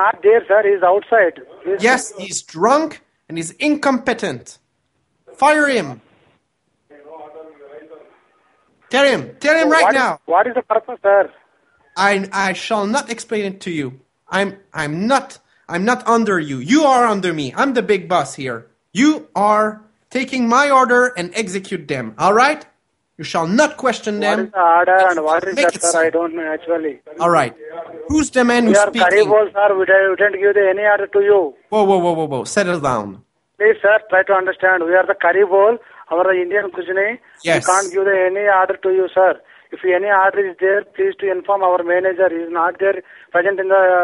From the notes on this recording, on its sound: Prank Phone Calls